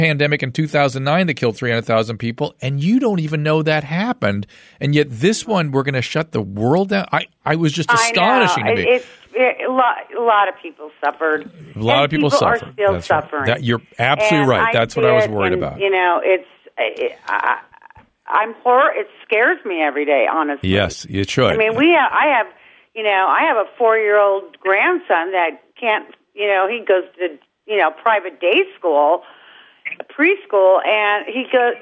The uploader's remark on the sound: Jumps in studio without a guest and takes listener phone calls.